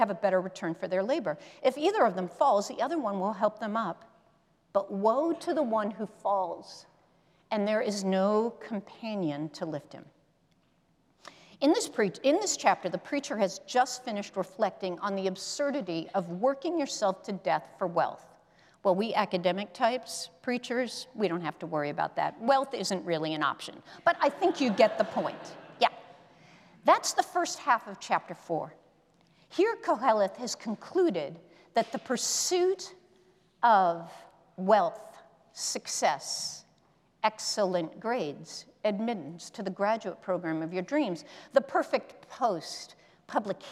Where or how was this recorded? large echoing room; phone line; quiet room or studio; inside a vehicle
large echoing room